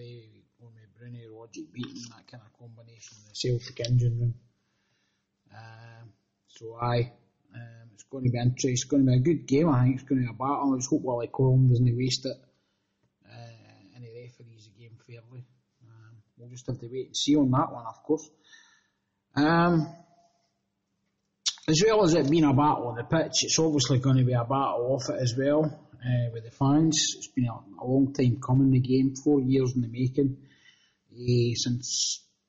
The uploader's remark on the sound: Apologies for some of the sound quality